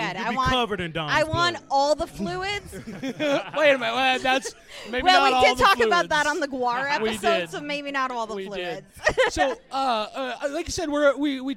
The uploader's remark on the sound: Live at Timebomb Pro Wrestling